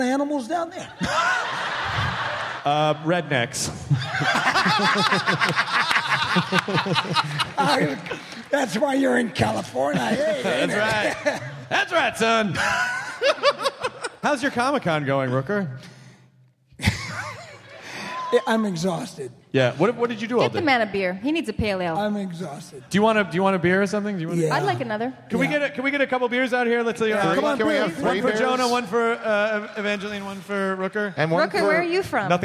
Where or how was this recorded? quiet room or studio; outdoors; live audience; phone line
live audience